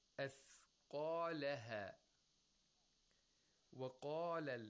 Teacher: we have Qaf with Tafkhim with an Alif al-Mad. With a long vowel Alif. And so we have the highest level of Tafkhim for the Qaf.